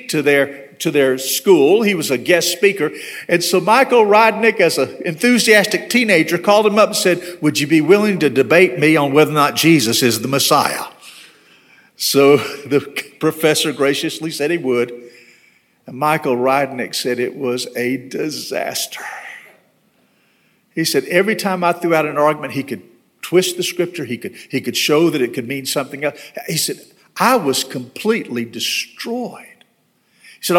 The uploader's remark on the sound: This sermon was delivered on April 17, 2022 at First Baptist Church Hendersonville, NC.